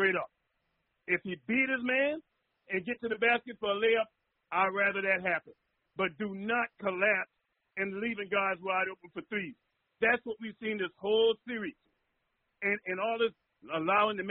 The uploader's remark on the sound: takes live phone calls from fans around the world